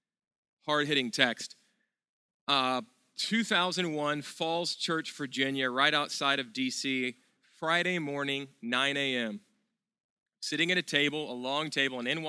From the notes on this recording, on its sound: at Sojourn Galleria Church